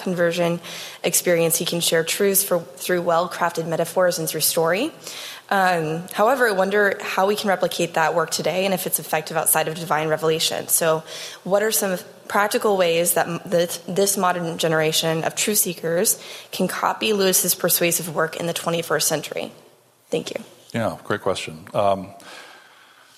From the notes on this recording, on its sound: This lecture took place at the Acton Institute for the Study of Religion and Liberty in Grand Rapids, Michigan.